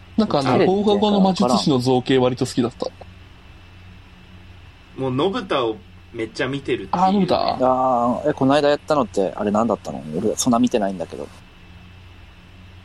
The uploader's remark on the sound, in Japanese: はじめてのオンライン収録。